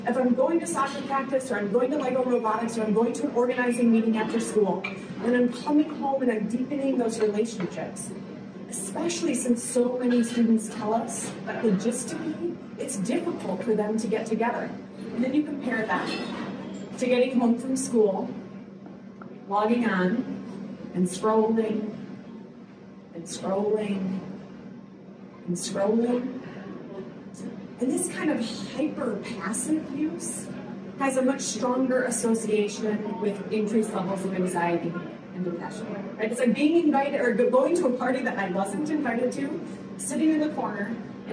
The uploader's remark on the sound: Achieve presented this special event where five past EDTalks speakers gathered in conversation. This special EDTalk event was live streamed from Icehouse in Minneapolis.